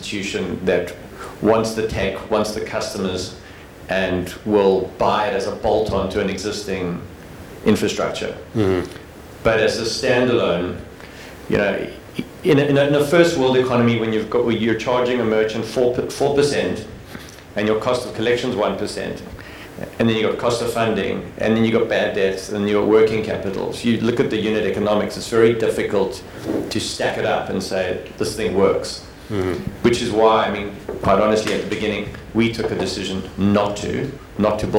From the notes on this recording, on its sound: This interview was recorded at the BigFive Summit, 12-13 May 2022 in Cape Town.